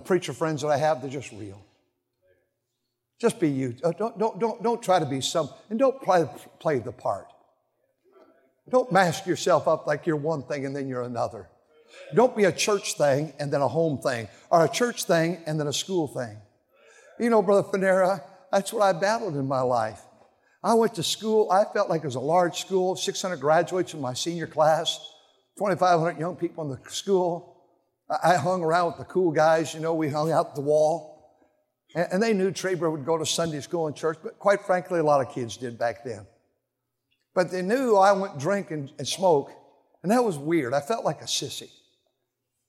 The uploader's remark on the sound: during the Wednesday Morning service of the 40th Annual National Youth Conference in Santa Clara, California